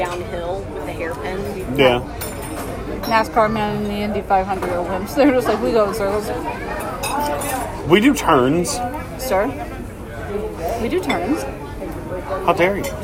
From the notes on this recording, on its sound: come to you live from a local Denny's